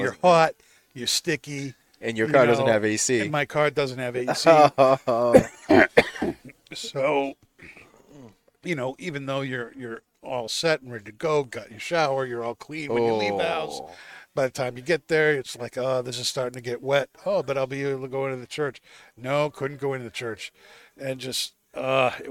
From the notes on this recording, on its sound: Recorded live from the 7-20-4 Lounge!